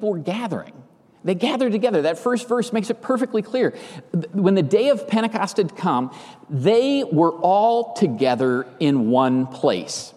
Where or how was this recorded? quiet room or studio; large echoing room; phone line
large echoing room